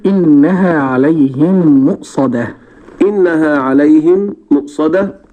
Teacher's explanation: نقف على التاء بالهاء الصحيحة المهموسة، ولا ننطقها مجهورة ولا ننطقها ألفا